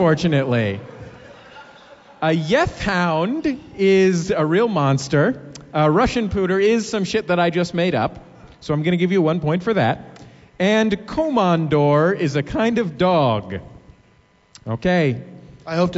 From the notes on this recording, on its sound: are live in Portland